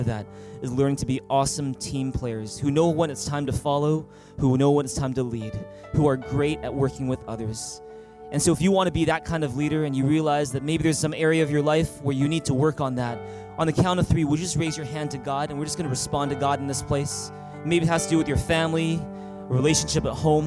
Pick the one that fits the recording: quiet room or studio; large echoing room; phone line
large echoing room